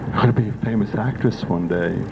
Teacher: she spoke in this breathy voice